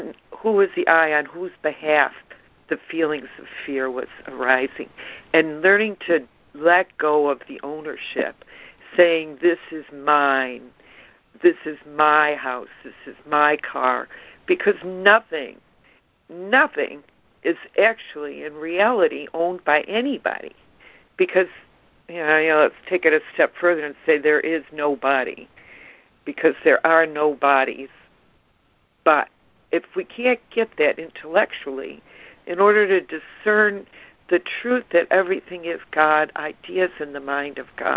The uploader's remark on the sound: ACIM Daily Conference Call.